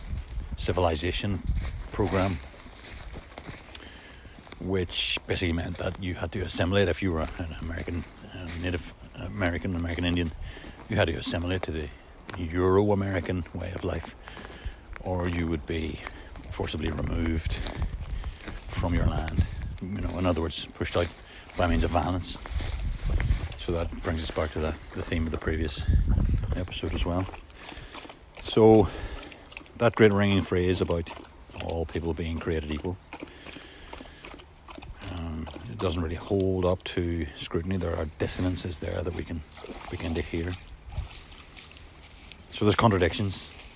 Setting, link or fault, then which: fault, wind noise